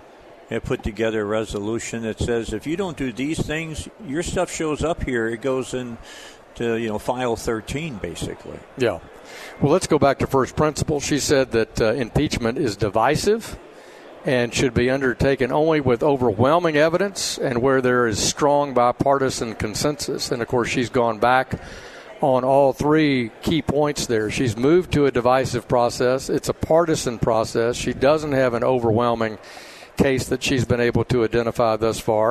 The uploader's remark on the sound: Live at the State Capitol for Filing Day!